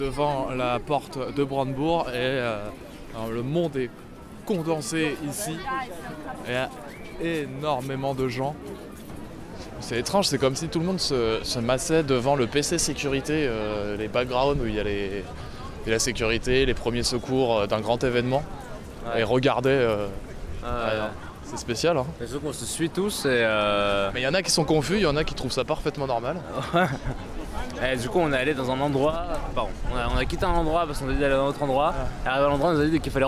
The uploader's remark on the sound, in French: Une promenade à Berlin. Nous y étions et vous partageons cette journée en immersion dans les espaces de fête et de mémoire berlinoises.